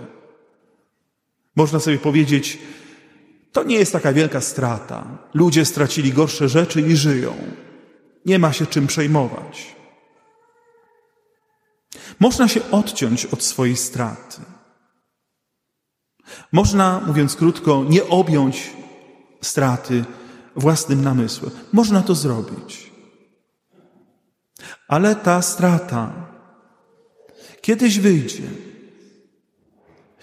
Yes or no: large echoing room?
yes